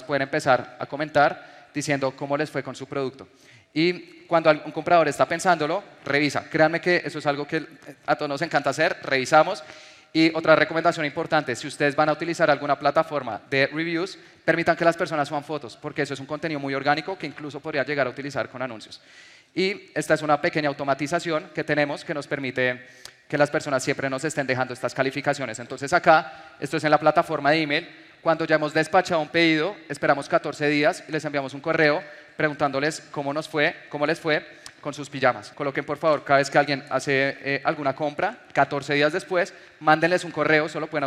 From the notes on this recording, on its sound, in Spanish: te comparto la grabación de una conferencia que di en Medellín el 8 de octubre del 2022